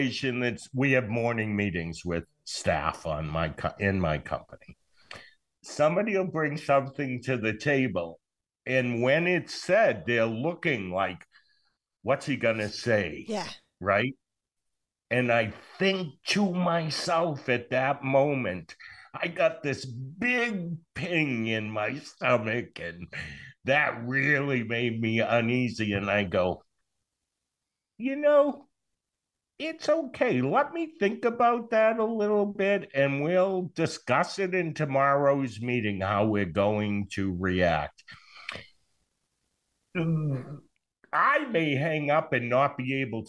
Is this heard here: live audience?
no